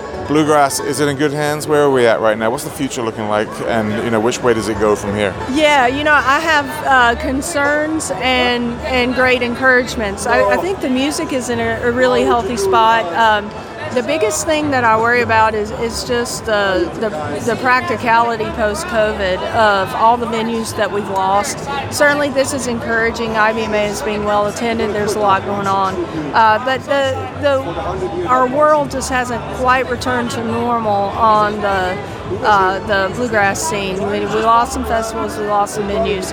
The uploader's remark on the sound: Live From IBMA 2022. Stopped by to say hello to us at IBMA.